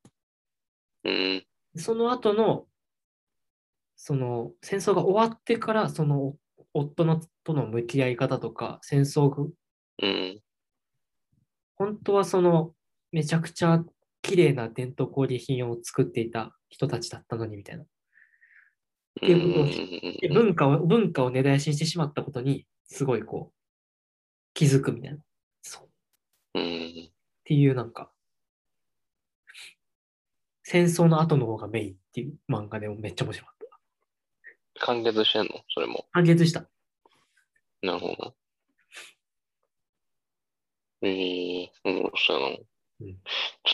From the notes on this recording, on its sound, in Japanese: Zoomで話してます。